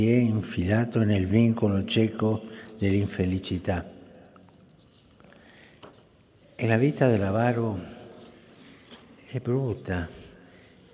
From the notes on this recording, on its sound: FROM THE PAUL VI HALL, THE HOLY FATHER'S GENERAL AUDIENCE.